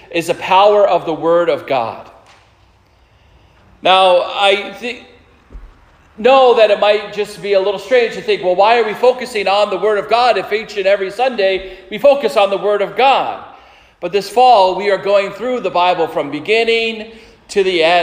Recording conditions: large echoing room